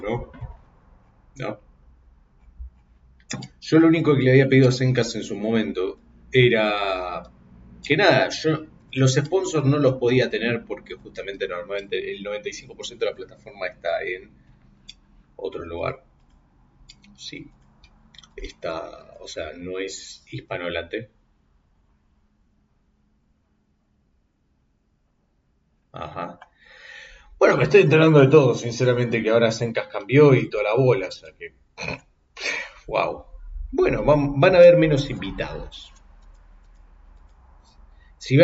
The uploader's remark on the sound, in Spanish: reacciones en vivo dentro de una lata porque no se prendió el micro